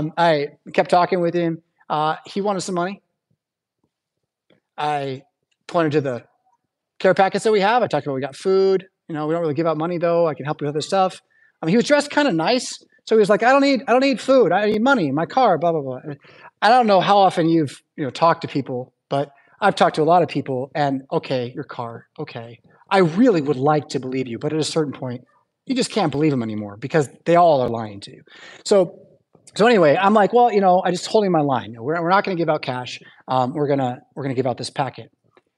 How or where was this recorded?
large echoing room